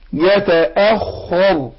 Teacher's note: الراء مفخمة برضو عشان سكنت لأجل الوقف وما قبلها مفتوح